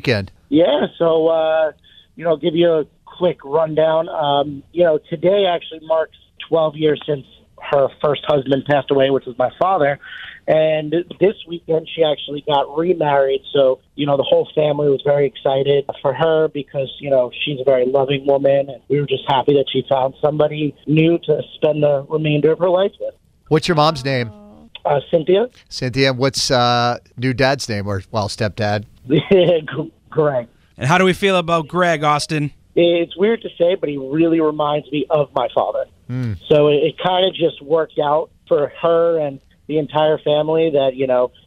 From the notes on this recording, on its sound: called in to the GVT